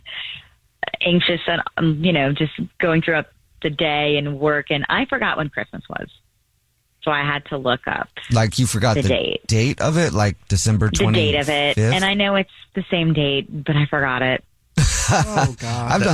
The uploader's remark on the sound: there is a woman on the phone